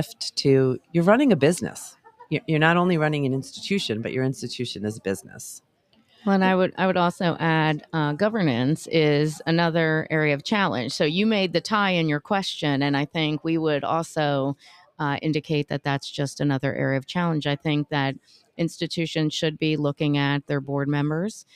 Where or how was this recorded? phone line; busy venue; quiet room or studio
busy venue